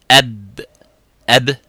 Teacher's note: la shidda se produit et résulte de la rencontre avec force des lèvres